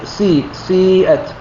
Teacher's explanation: وهذا بالنسبة للنعامر، بالنسبة للنافع يسمع أثناء التطبيق سي سيئت، نعم يسمع جزء من الضم ولا يسمع واو · Term: الإشمام